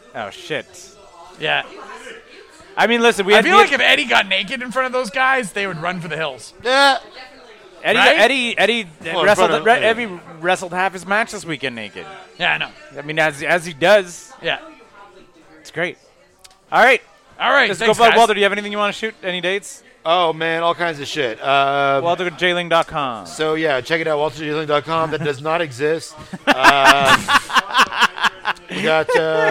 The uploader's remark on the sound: we recorded this one live (to tape) at the back of Grumpy’s on Montreal’s historic Bishop Street